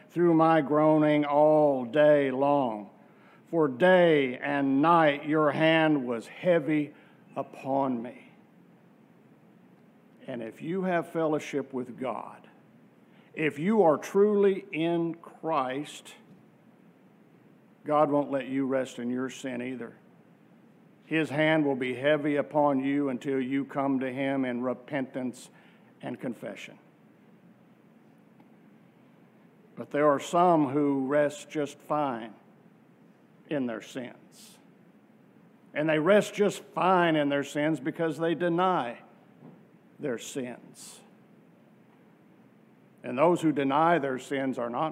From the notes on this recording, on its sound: from our worship service on July 16, 2023